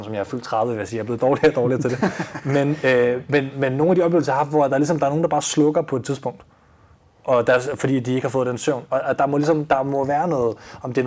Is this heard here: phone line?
no